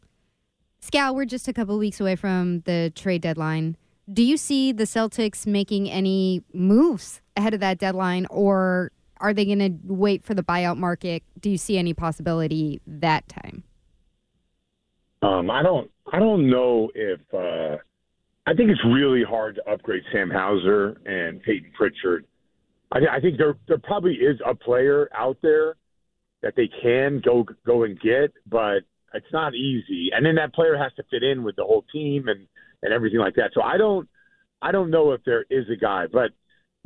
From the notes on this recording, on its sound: calls into the Jones and Mego show